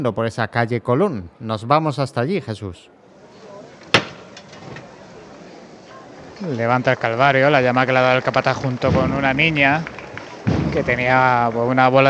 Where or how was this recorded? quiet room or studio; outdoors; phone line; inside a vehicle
outdoors